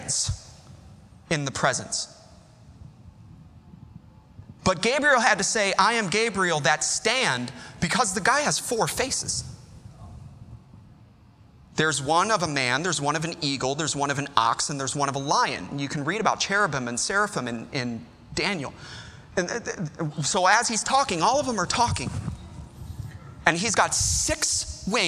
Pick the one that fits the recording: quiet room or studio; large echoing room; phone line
large echoing room